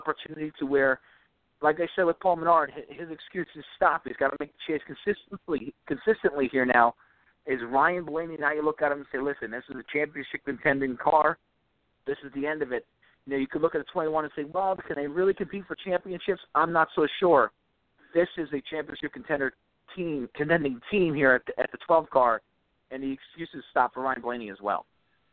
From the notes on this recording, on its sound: we'll take some phone calls